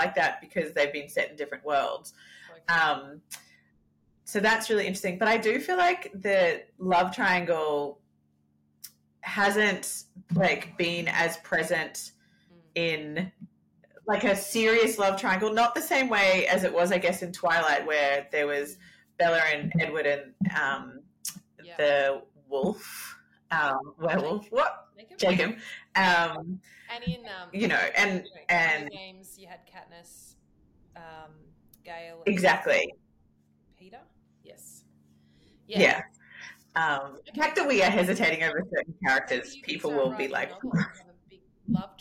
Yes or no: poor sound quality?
yes